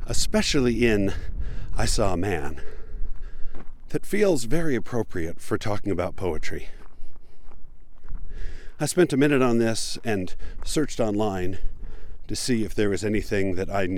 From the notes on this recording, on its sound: Recorded on West Mountain, just west of Spanish Fork, Utah. It was blustery and cold, but kind of weirdly beautiful regardless.